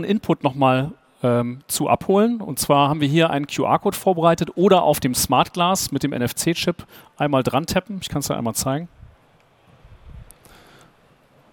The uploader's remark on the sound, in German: Live Event. Wir sind zum 20igsten Jubiläum live auf der digitalen Messe der Baubranche digitalBAU zu Gast.